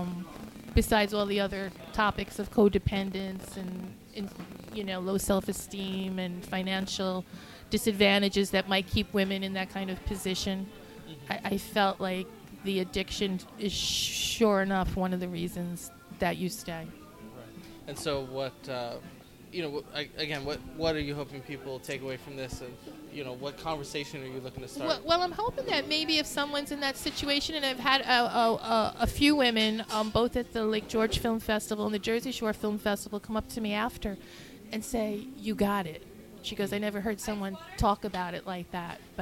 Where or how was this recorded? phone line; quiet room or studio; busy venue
busy venue